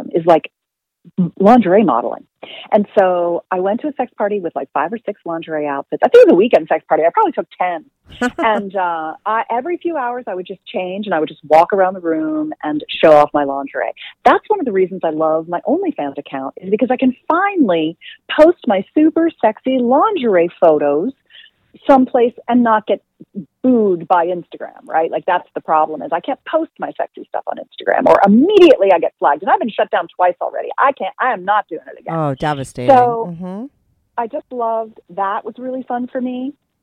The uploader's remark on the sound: she called in to talk all about it